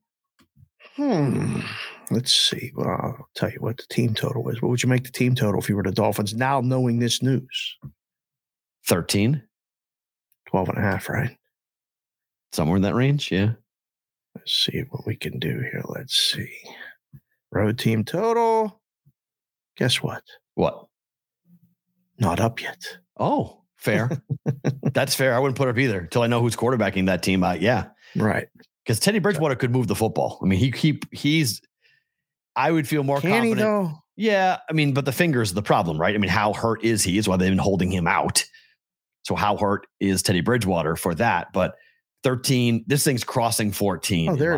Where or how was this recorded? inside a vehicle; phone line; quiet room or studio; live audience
quiet room or studio